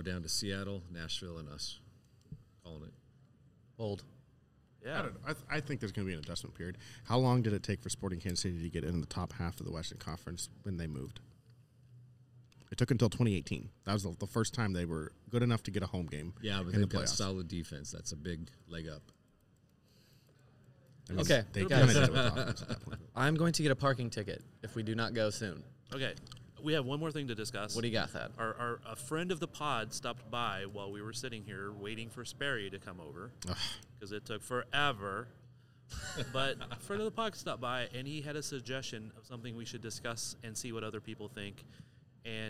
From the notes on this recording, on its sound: We're back to recording in-person as we enjoy podcast row at the United Soccer Coaches Convention in Downtown KC